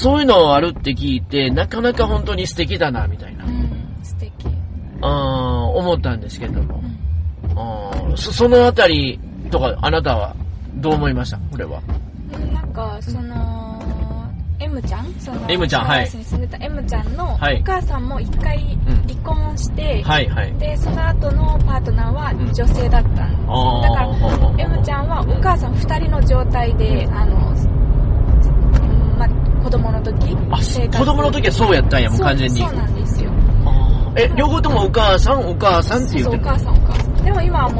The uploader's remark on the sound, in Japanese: 車の中で収録していますので、少々お聞き苦しいところがあります。